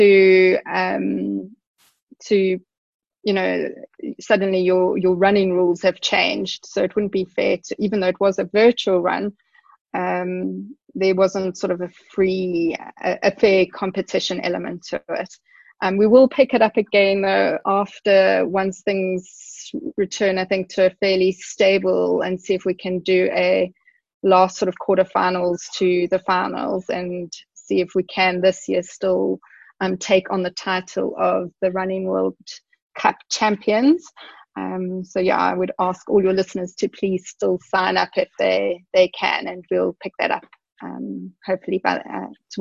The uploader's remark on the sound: Via a Zoom call.